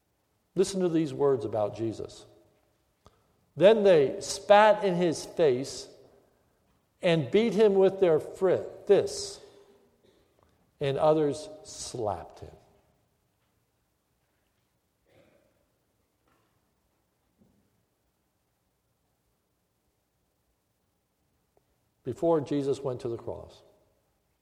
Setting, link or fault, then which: setting, large echoing room